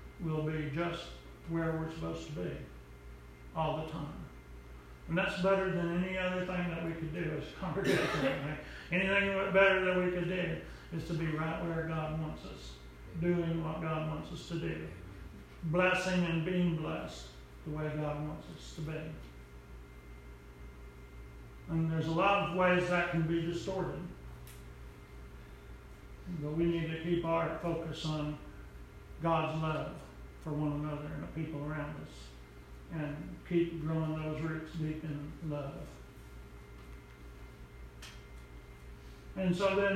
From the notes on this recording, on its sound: Preached at Briensburg UMC